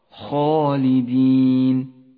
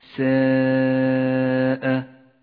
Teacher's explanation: لاحظ الآن الفرق بين نطق الألف المفخمة والألف المرققة في قوله تعالى خالدين فيه وساء لهم. الألف الأولى في كلمة خالدين مفخمة لأنها سبقت بحرف مفخم هو الخاء، وأما الألف الثانية فهي ألف مرققة في كلمة ساء رققت لأنها سبقت بحرف مرقق.